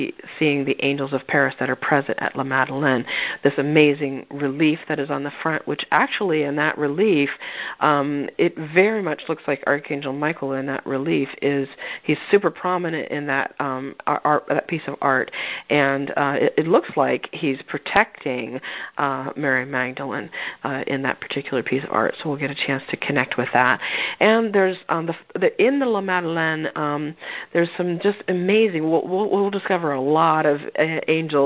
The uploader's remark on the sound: Mystical France Pilgrimage Teleconference 2.